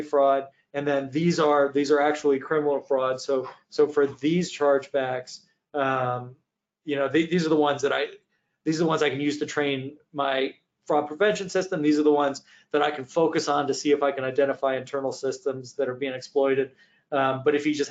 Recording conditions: video call